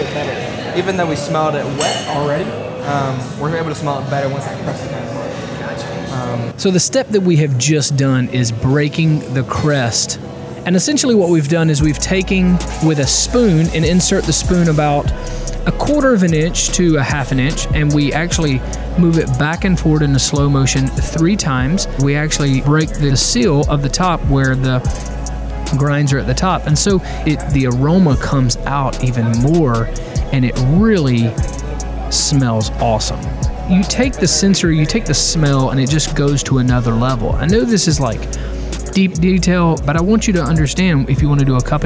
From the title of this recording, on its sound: Live from Not Just Coffee